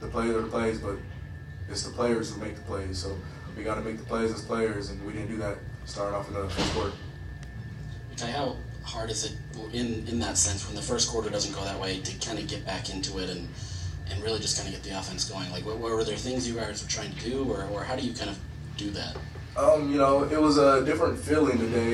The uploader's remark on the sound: Listen to the post game press conference. Following Utah's Las Vegas Bowl apperance agaisnt Northwestern.